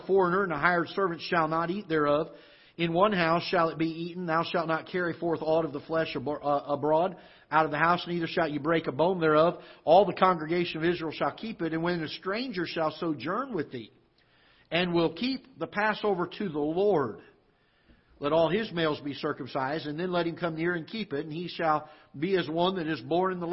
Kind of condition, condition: setting, large echoing room